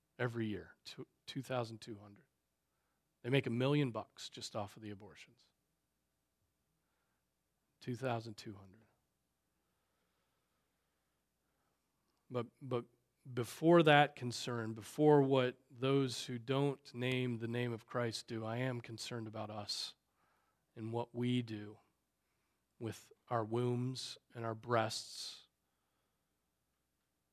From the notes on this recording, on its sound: Preached on January 21, 2024 at Trinity Presbyterian Church (Evangel Presbytery) in Spartanburg, SC.